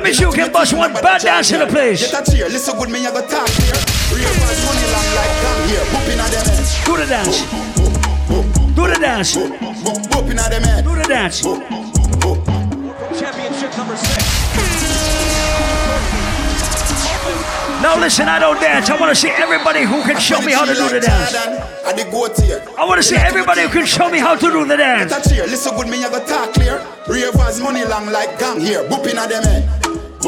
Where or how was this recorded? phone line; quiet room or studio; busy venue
busy venue